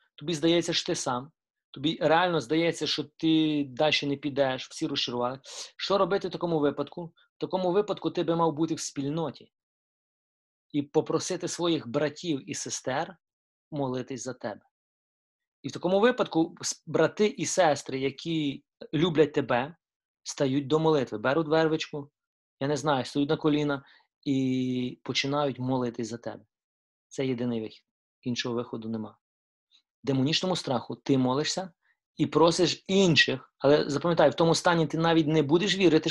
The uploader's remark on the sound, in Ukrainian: Zoom зустріч.